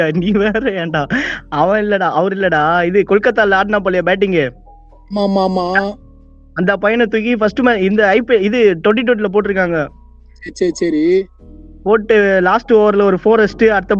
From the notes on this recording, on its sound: Phone Call. Were not together to Record. Apology for the audio.